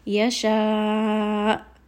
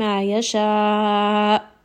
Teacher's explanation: because I am stopping on the hamza after a med, I'm going to give it a little bit of that jerkiness to make sure that you can hear that sound · Shown in: first take · And then I'm also going to raise my voice just a little bit so that that hamza does not get dropped. · Term: nabir